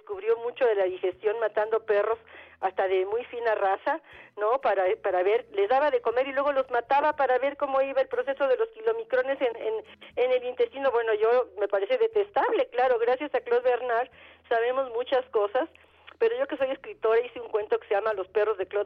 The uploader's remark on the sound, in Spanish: Atendemos puntualmente las necesidades del público con teléfonos abiertos y nuestras redes sociales, creando así una completísima revista radiofónica en vivo.